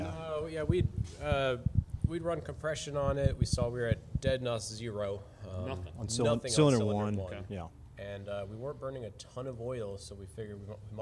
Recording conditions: busy venue